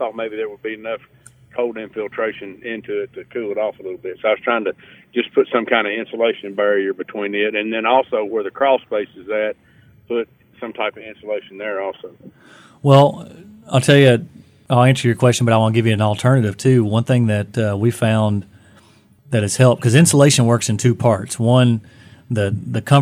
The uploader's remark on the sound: Skinny On The Home is a live, weekly call-in and special guest radio show